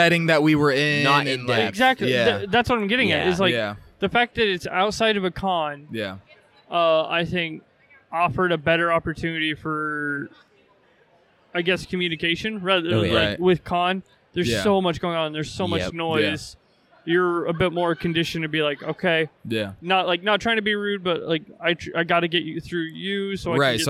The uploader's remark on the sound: Recorded on location from Twin Cities Con inside the Minneapolis Convention Center.